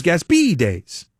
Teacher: they actually put the emphasis at the last syllable